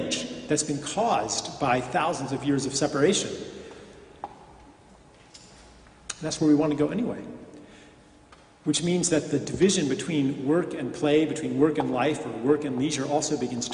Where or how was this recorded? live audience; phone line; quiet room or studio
live audience